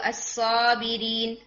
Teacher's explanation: سا سا ابھی ہیوی تو ہے but it's not enough heavy